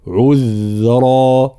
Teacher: كلمة عذرا بين ضم العين ثم إسكان الذال مع صفة الرخاوة والجهر